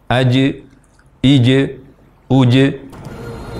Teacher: Huruf jim ini saat bersukun diucapkan dengan qalqalah, suara pantulan pada huruf jim.